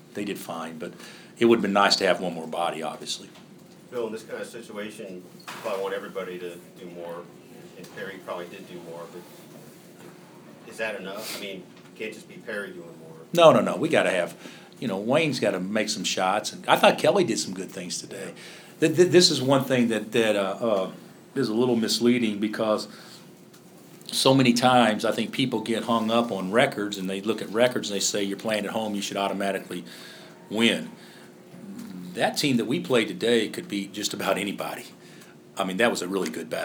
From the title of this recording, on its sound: Press Conferences & Post-Game Interviews